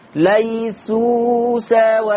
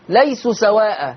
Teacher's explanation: الأمر الثاني المد بالواو في قوله تعالى ليسوا سواء. انتبهي، حرف الواو اعطيه زمنه بمقدار حركتين · Shown in: first take